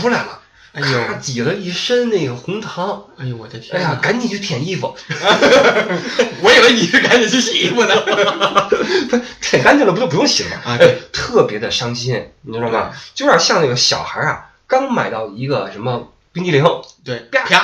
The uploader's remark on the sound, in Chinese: 本期备用话筒录音，音质多担待。